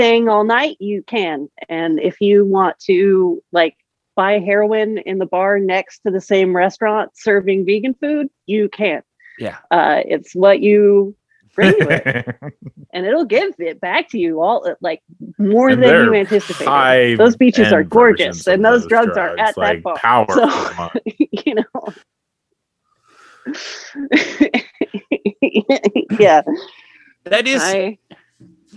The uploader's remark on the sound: zoom with the hilarious and thoughtful comedian